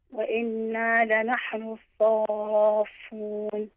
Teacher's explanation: هنا لدينا اللام مدغمة لا تلفظ في كلمة الصافون.